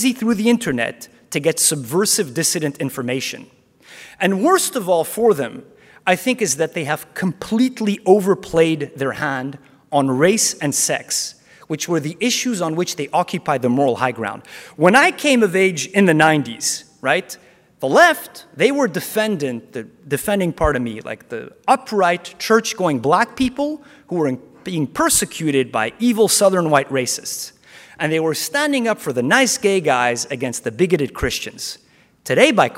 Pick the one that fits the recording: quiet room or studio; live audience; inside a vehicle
live audience